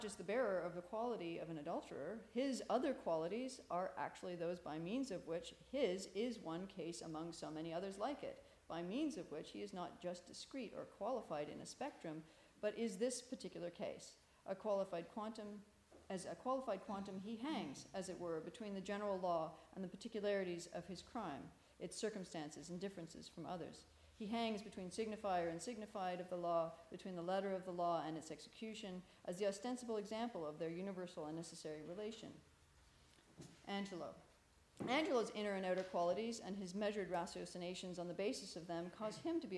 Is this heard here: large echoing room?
yes